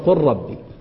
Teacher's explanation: وهو ساكن قلب راء وأدغم في الراء إدغاما مشبعا من غير تكرير